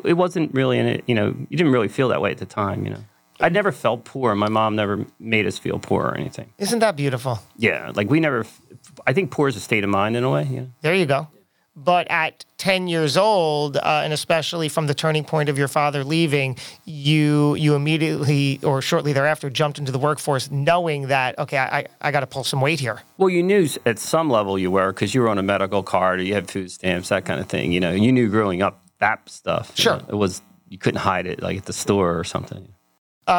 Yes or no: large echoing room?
no